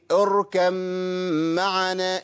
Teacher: الباء مع الميم، الباء والميم بيخرجوا مخرج واحد اه من الشفتين